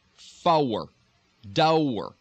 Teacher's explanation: Sometimes in real heavy Texas dialect, you'll almost get a long O.